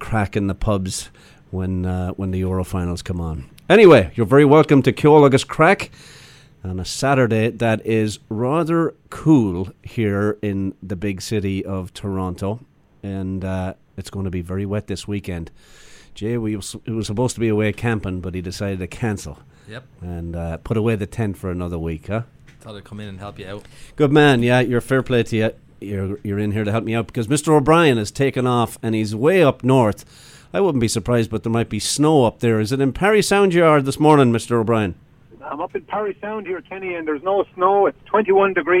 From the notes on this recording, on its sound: Calls from Sligo. From Vancouver. Call from Limerick. Calls from Parry Sound at a friend's wedding.